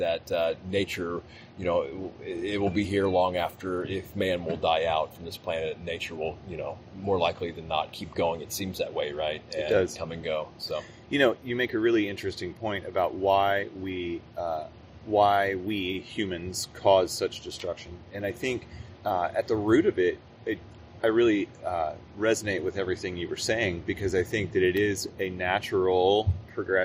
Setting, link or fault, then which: fault, sounds in the background